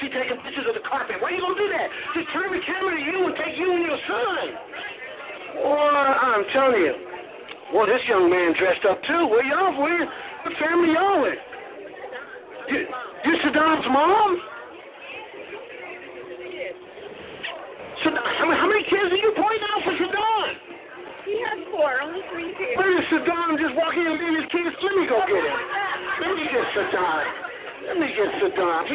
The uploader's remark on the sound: LIve from the "Prison Blues" Red Carpet Premiere. Live audio from the Red Carpet at Arrivals.